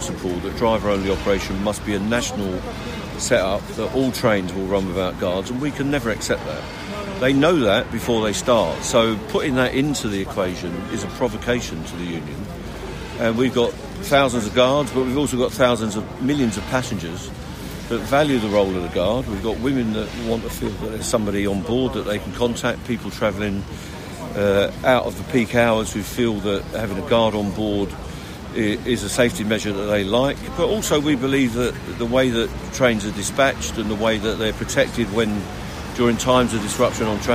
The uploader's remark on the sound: on the picket line